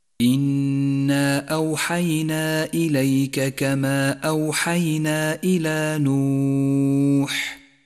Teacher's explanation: والمد المنفصل مد جائز، اخترنا قصر مده على حركتين تسهيلا على القارئ المبتدئ · Term: مد منفصل